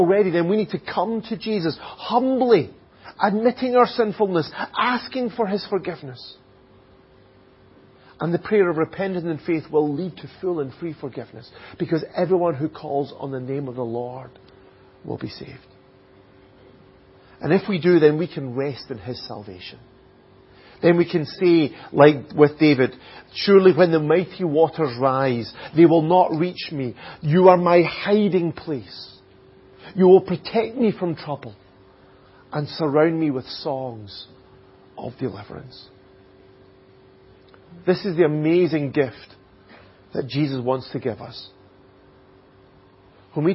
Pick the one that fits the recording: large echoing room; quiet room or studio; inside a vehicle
large echoing room